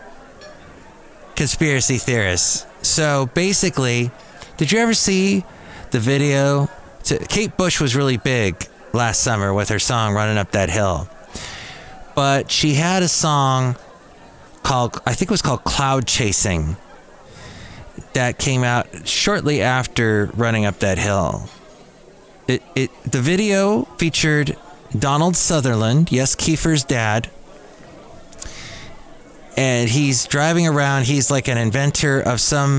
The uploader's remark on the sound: Podcasts live from Cafe Anyway.